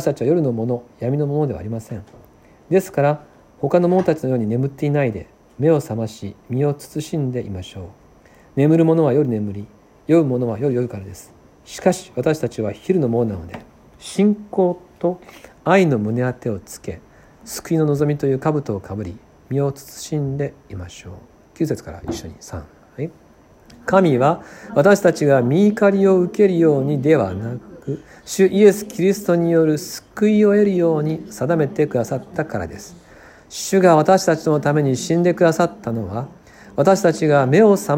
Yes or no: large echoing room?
yes